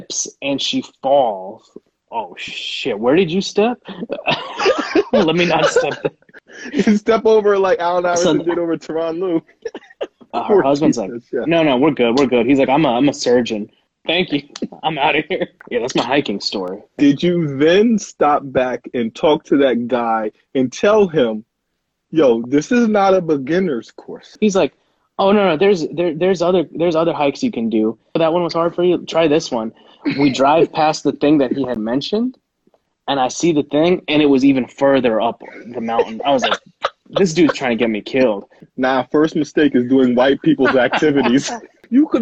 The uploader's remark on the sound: Live on Instagram